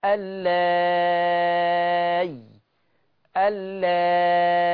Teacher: ثم الحالة الثالثة الإبدال بياء مادية بس في الوقف، لأنه كلمة اللائي حذف الياء فبقت الكلمة آخرها همزة اللاء، فأبدل الهمزة بياء، أبدل الهمزة بياء وراح مد الألف ستة